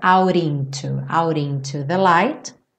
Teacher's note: Então aqui no out, para juntar no into, ele reduziu o T para rarara